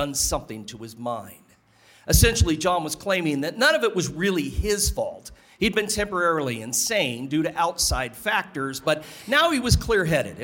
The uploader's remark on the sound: Live From Dead of Winter 2024.